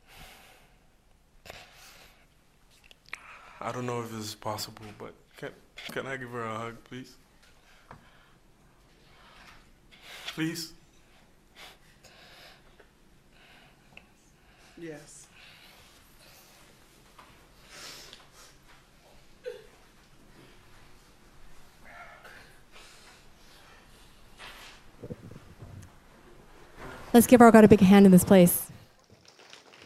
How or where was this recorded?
large echoing room